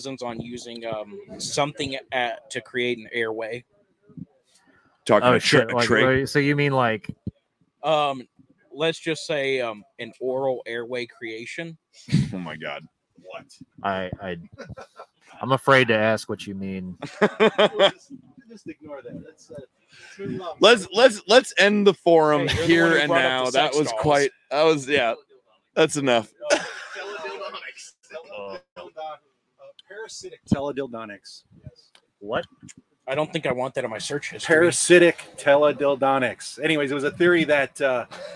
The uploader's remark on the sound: This episode of the Forum is brought to you live from Chillderburg, TX, out of the WTF tent.